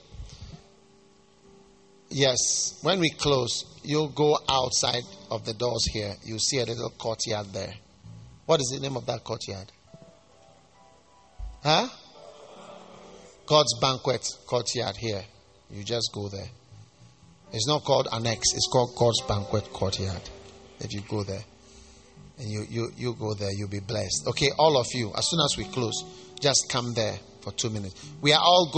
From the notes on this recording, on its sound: Preached at the First Love Church Love Celebration Service